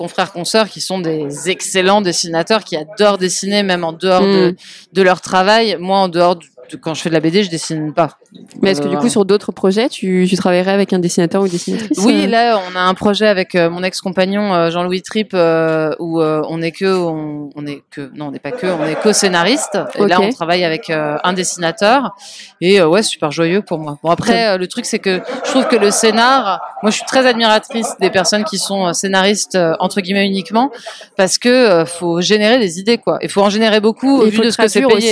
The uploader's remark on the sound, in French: Nouvelle rencontre lors du festival de BD Quai des Bulles